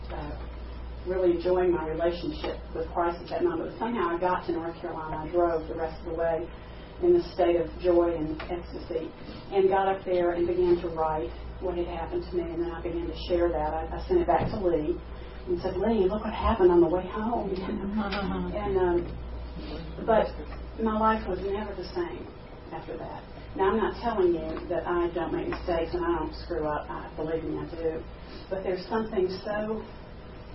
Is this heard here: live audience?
yes